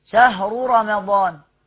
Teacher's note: شهر رمضان راء مضمومة وراء مفتوحة، الراءين مفخمين جميلين